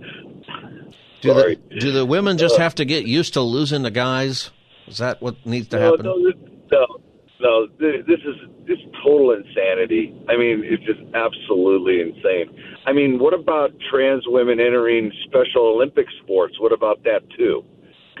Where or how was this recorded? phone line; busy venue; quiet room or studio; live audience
phone line